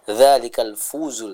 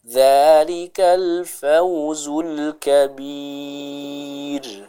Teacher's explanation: Ini kurang tepat. Harus jelas fathahnya fa dan membaca waw sukun dengan lembut. · Shown in: second take · Dzalikal fawzul kabir.